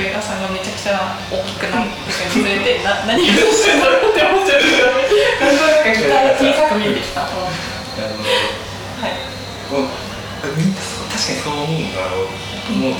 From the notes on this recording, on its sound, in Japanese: 今回カラオケボックスでの録音のため、音質的に聞き苦しい点が多々ございます